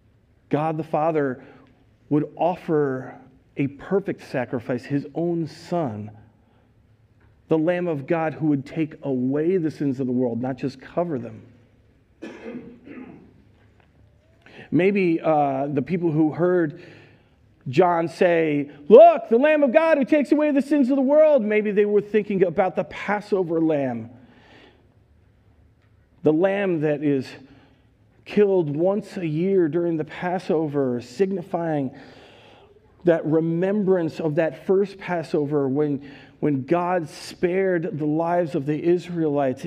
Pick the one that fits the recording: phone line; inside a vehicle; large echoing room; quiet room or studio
large echoing room